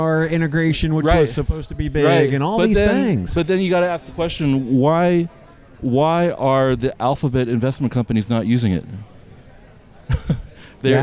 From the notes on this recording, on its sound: at Jobvite's Recruiting Nation LIVE!